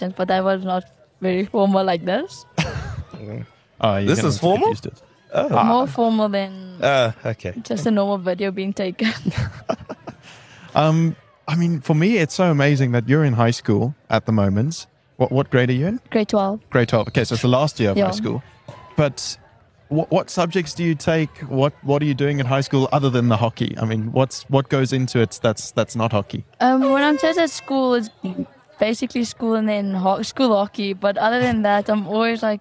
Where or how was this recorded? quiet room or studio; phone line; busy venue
busy venue